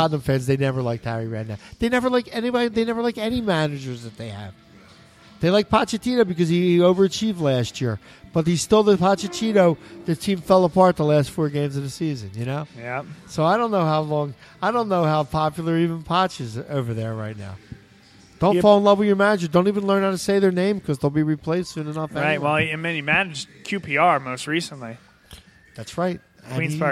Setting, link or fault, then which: setting, busy venue